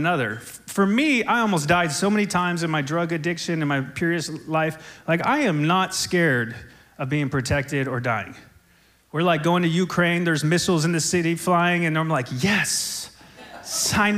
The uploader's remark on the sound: SOZO Church, Belfair Washington